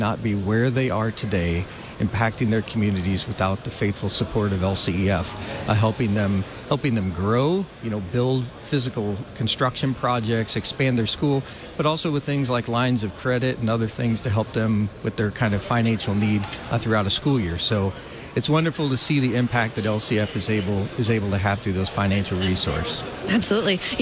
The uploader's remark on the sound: LCEF Live from Synod Convention. Live from the 67th Regular Convention of the LCMS.